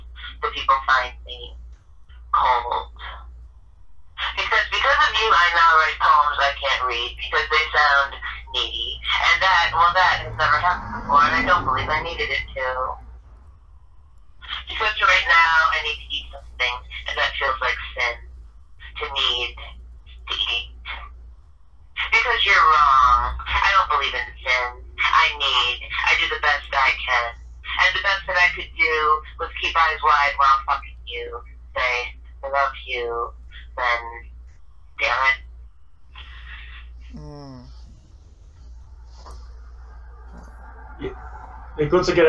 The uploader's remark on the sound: joins us via phone